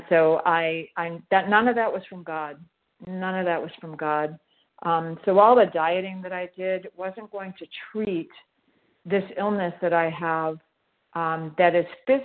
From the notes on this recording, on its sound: From the 100 Pounders Phone Meeting.